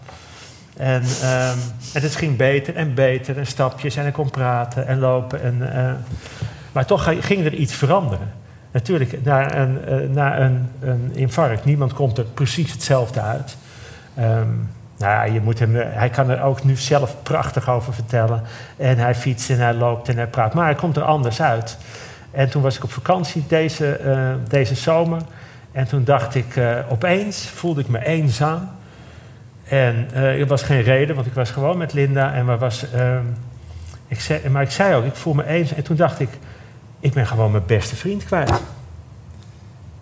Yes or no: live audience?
yes